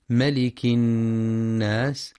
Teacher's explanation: وينتبه القارئ للغنة في النون المشددة من كلمة الناس، فهي أكمل ما تكون مع بيان صفة الهمس والصفير في السين.